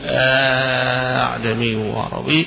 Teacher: يبقى مجموعة القراءات خمس قراءات فيها، التسهيل فيها أعجمي، تسهيل وإدخال فيها أعجمي وعربي، يقرأها ورش أو الأزرق عنه بالمد الطويل